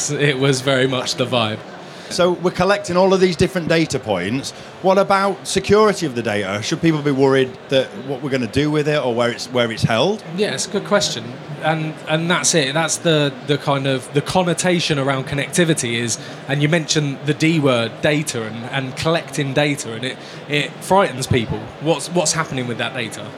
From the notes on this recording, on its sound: Recorded live at InstallerSHOW. For a live chat in front of an installer audience on our stand at InstallerSHOW in Birmingham.